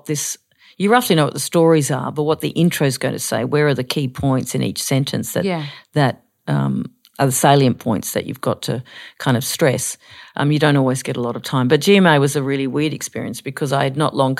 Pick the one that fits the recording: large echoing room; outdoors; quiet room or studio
quiet room or studio